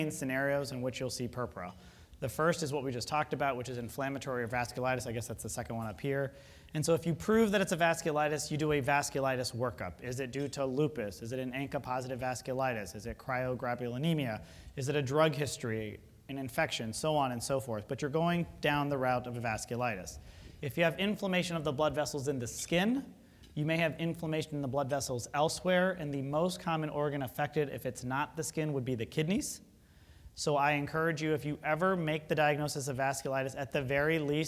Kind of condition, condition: setting, large echoing room